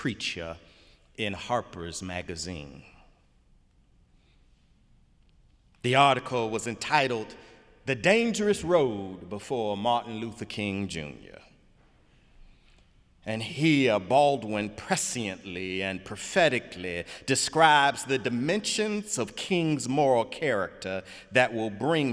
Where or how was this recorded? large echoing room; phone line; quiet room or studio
large echoing room